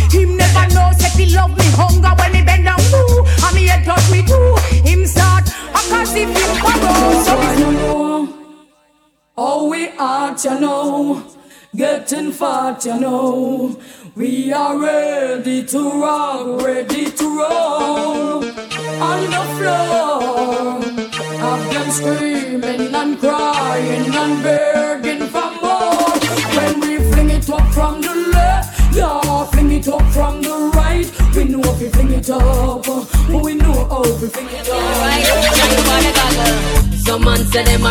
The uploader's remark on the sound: RECORDED WARM UP SET FROM RESIDENCY AT MISS LILY'S DUBAI